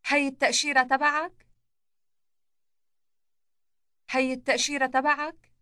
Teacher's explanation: Note the elongated T sound at the beginning of the word for visa. It marks the definite article that has been combined with the word following it.